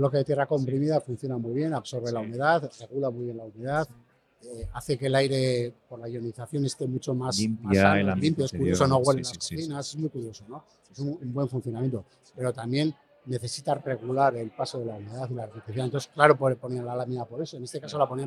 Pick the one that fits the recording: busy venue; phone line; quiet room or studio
busy venue